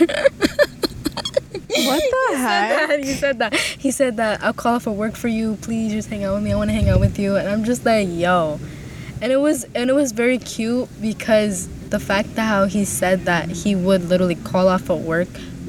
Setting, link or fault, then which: fault, wind noise